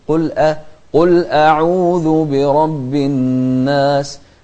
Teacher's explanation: ونرقق الهمزة، لأن الهمزة مش من أحرف التفخيم